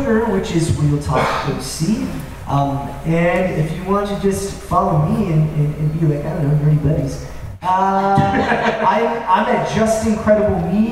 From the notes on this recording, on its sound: LIVE from WonderCon! Brings the show to WonderCon in lovely Anaheim, CA! It’s our first episode in front of a LIVE audience. The panel was titled “Uncomfortable Questions from a Terrible Hat”.